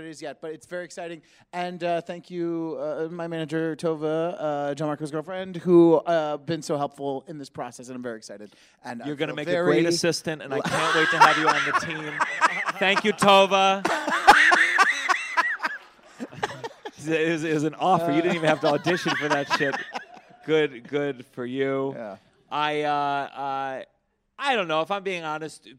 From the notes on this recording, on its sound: a special live recording of the podcast at Just For Laughs Montreal